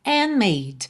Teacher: Você não ouviu o D de and, que eu já estava fechando os lábios para o M de made.